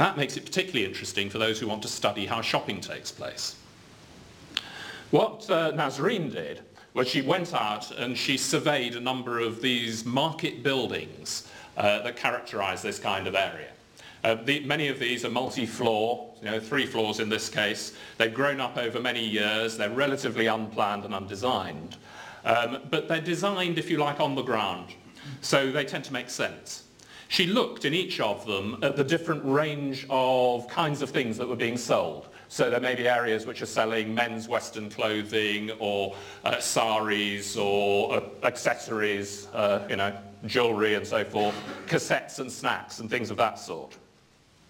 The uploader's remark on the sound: UCL Lunch Hour Lecture